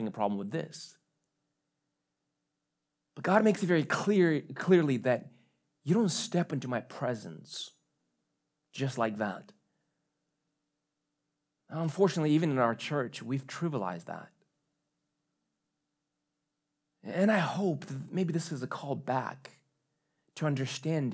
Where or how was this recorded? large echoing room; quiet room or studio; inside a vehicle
large echoing room